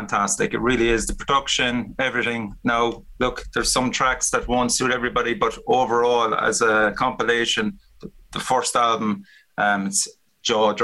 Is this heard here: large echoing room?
no